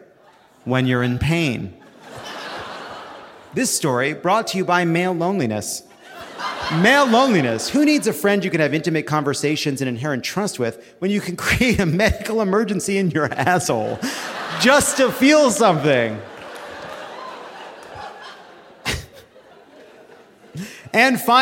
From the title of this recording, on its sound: Live from DC!